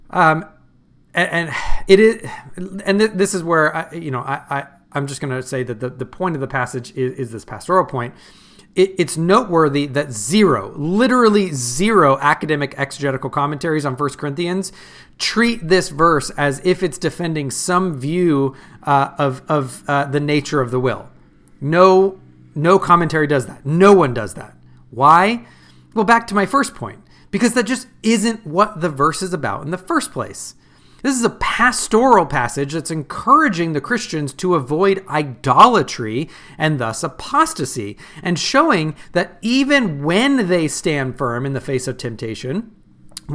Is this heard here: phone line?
no